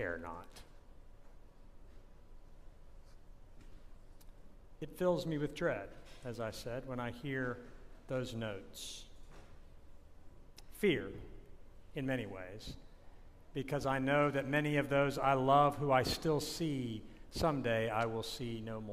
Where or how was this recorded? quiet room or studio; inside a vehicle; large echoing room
large echoing room